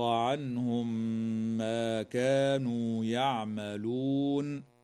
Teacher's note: ما كانوا يعملون. النون الساكنة من كلمة عنهم حكمها الإظهار الحلقي، وأما الميم الساكنة في هذه الكلمة فتدغم في الميم بعدها مع الغنة